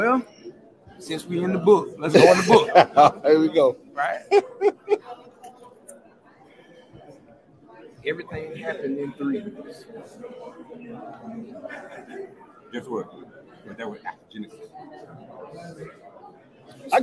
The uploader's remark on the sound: Live Interviews from SWAC Media Day